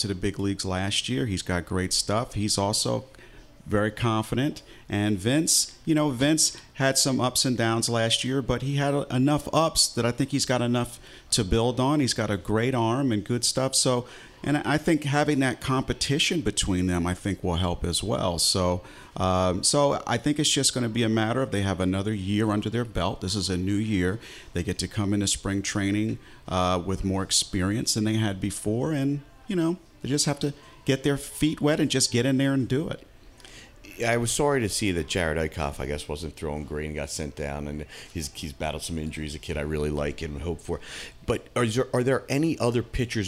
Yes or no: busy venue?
yes